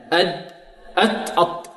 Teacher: والدال تخرج من طرف اللسان مع أصول الثنايا العليا، أصول الثنايا العليا مخرج الدال، أد أت أط.